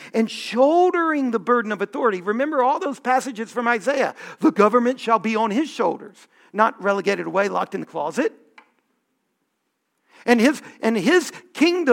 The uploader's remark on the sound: Homily from our Festival of Lessons and Carols